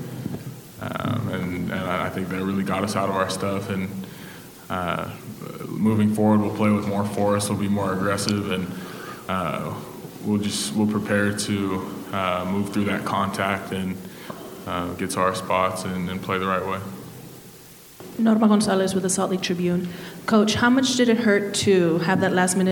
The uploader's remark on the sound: BYU Press Conference. Postgame press conference.